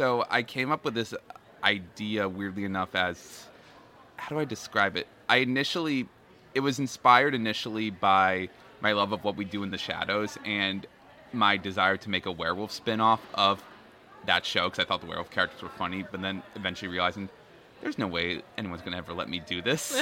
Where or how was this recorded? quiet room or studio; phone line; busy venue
busy venue